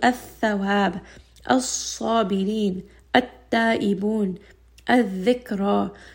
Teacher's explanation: you can hear I am not reading the lam very clearly. I am hiding this, or I am making it silent. · Term: Idgham Shamsiyya